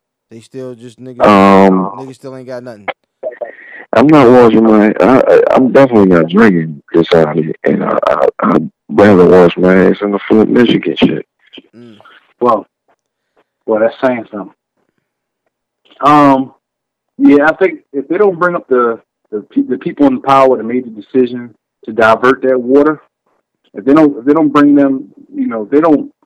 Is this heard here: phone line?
yes